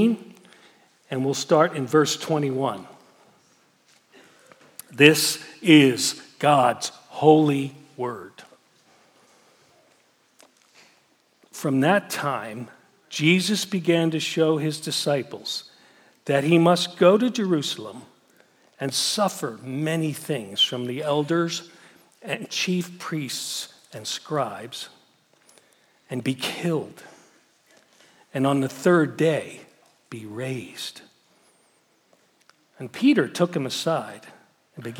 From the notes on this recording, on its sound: Message Preached at Valley Creek Church